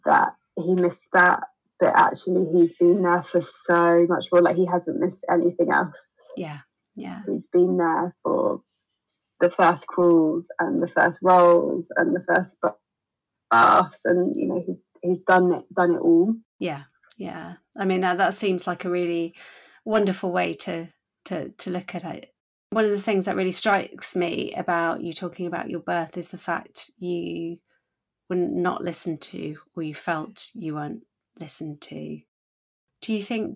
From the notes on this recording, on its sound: Apologies for the audio quality on this episode, thanks in part to a dodgy Zoom connection and an overzealous Siamese cat called Brandy.